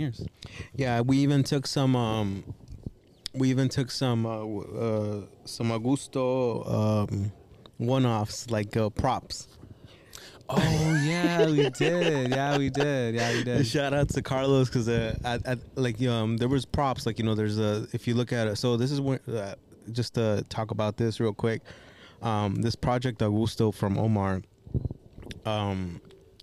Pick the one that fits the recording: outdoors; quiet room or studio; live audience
outdoors